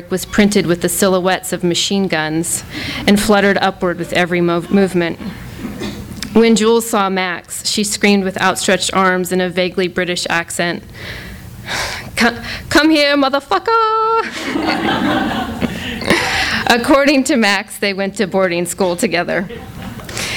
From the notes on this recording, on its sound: A launch party for the debut novel. THIS EVENT WAS RECORDED LIVE AT SKYLIGHT BOOKS.